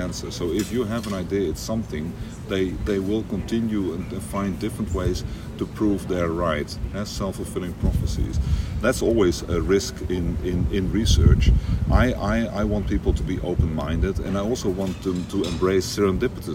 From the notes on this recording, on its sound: recorded during Day 3 of the nPOD 2024 scientific meeting